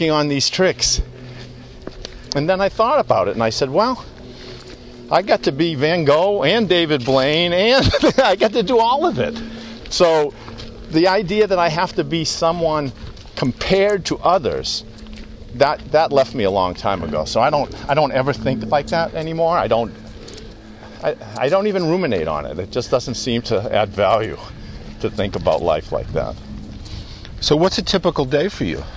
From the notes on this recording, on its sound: Takin A Walk. Walk and talk at Tower Hill Pond in New Hampshire.